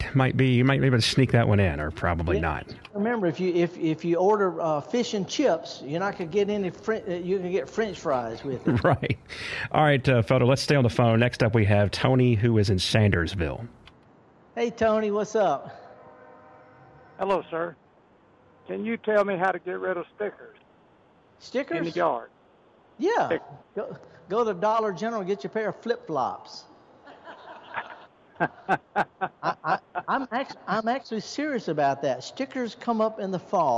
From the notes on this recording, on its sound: Returns to the Mississippi Arts and Entertainment Experience in Meridian for a live broadcast from the courtyard. Always happy to step outside the studio and be among the people. With another great event at The Max.